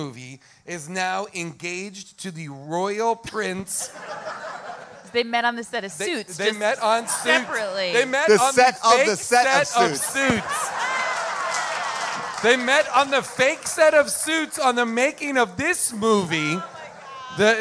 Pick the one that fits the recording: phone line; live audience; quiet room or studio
live audience